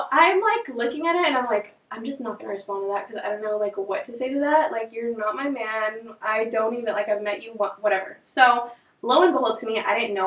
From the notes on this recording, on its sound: Bare with us with the audio, this was one of the first guests and we had to figure out the microphone